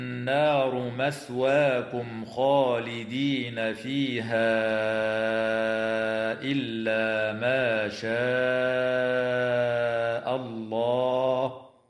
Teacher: النون المشددة في كلمة النار حكمها الغنة بمقدار حركتين